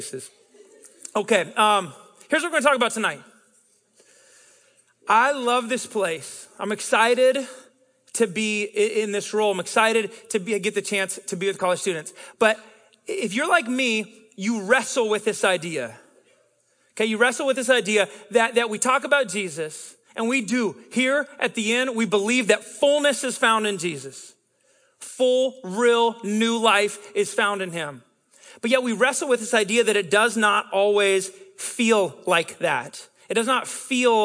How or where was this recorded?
live audience